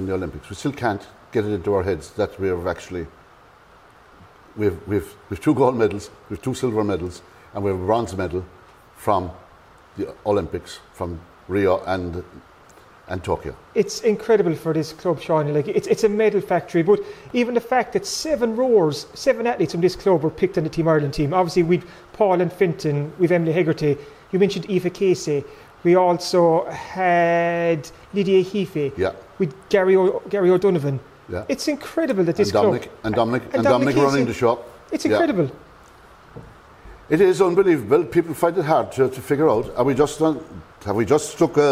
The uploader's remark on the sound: Live from Skibbereen Rowing Club!